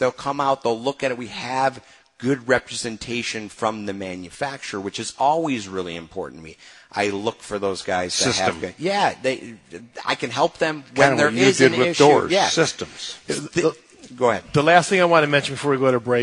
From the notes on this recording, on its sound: Live from Taylor Doors in Sterling Heights